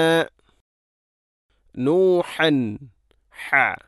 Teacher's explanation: ഇന്ന ശേഷം അർസൽന, അർസൽന അല്ല അർസൽന, അർസൽന. നൂഹൻ, ഹ, ഈ അക്ഷരം തൊണ്ടയുടെ മധ്യഭാഗമാണ്, അതിൻ്റെ മഹ്റജ്